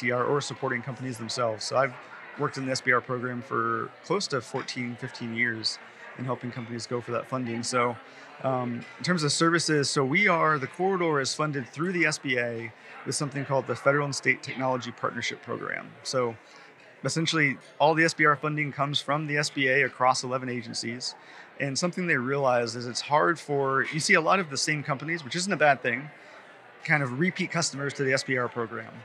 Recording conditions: busy venue